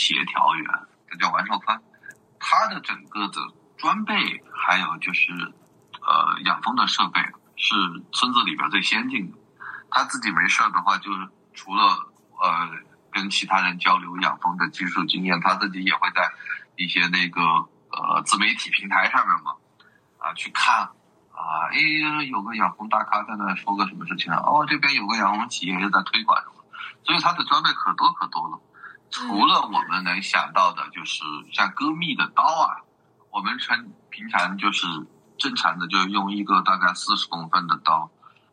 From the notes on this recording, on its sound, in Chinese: 由于三位聊天的人散落在中华大地的不同城市，因此本期的录制在线上完成，音质有所损失。